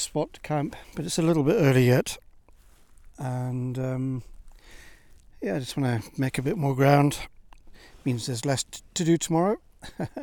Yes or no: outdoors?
yes